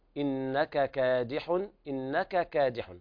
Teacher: الكاف الأولى مع الثانية إظهار متجانس، إظهار مثلين كبير